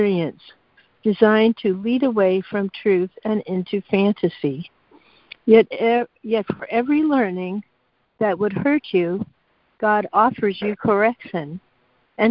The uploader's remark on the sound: ACIM Daily Conference Call